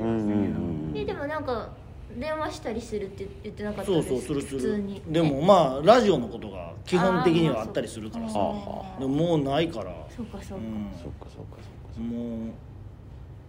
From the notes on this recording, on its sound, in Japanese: 東京公演中に、あうるすぽっとのロビーで収録しました